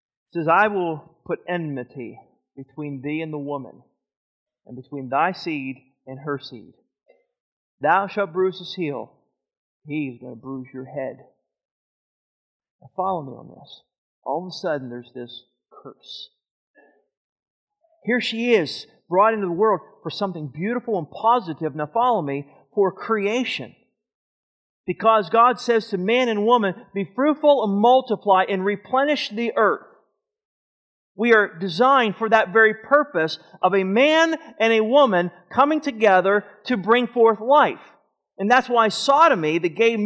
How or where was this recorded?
large echoing room